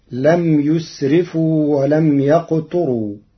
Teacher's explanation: قرأ ورش كلمة ولم يقتروا بضم الياء وكسر التاء وترقيق الراء